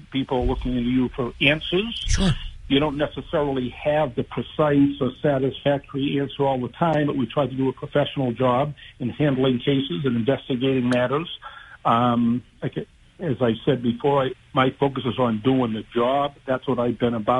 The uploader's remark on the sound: They get calls from the audience on their voting experiences in the SouthCoast.